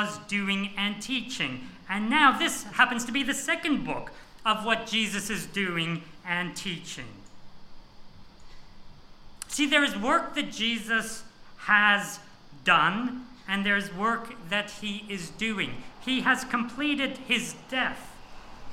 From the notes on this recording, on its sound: This sermon was preached on 4th February 2024 at all services of Helensburgh and Stanwell Park Anglican Church.